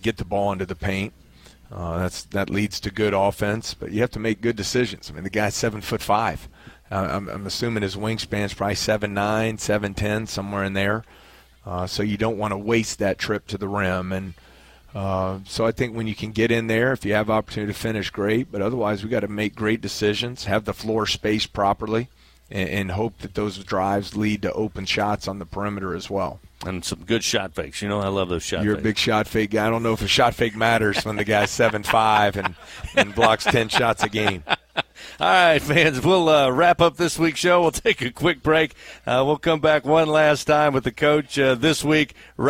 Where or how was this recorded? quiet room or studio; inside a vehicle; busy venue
busy venue